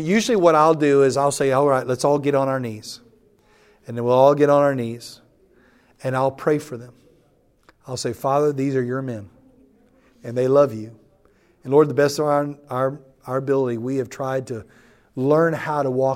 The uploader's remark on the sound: The following audio comes from the National Disciple Making Forum by Discipleship.org. An organization called discipleFIRST hosted a track called "Invest in a Few: How to Raise Up Reproducing Disciple Makers." That’s where audio for today’s episode was recorded.